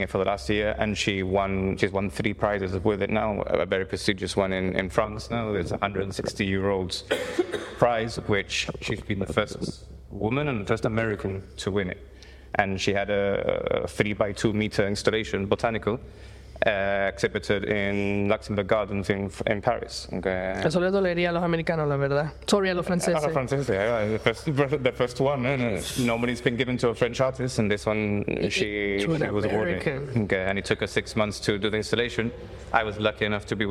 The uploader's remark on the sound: record at the Ace Art Revolution exhibition in the Gustavo Bacarisa’s Gallery in Casemates